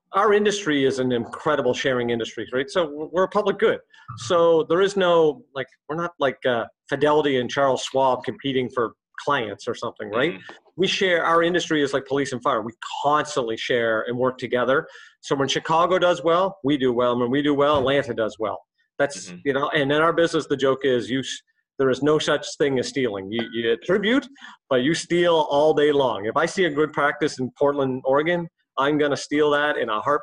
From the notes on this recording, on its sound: This episode was recorded remotely